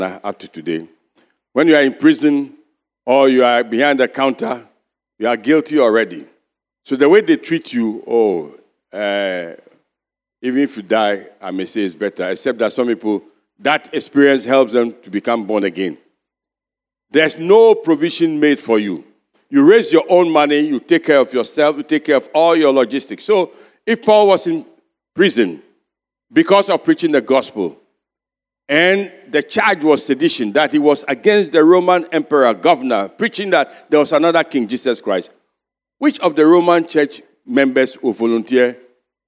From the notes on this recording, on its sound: Sermon preached at CBC Shiashie Campus